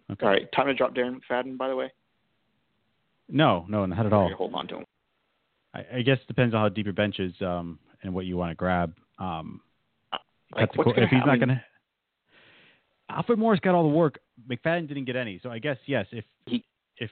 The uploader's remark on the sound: go live to take calls